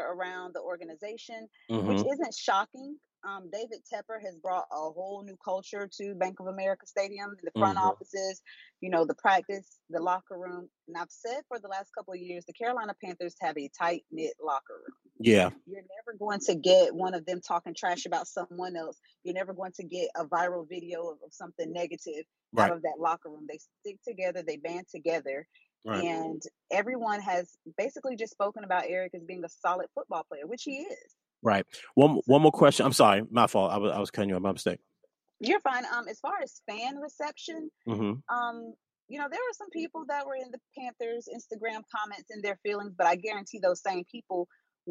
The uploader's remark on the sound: This episode was recorded via Google Chat.